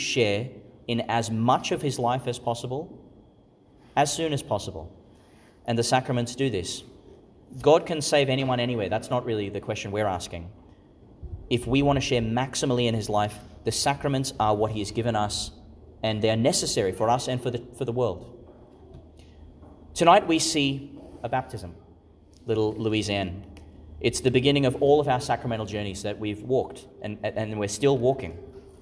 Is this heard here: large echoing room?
yes